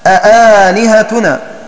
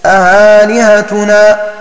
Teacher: وأهل سما والشامي يسهلونها بين بين · Shown in: second take